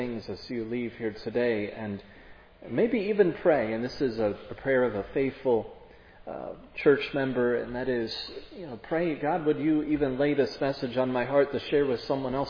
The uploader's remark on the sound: preached at Providence Church on Sunday, July 31, 2022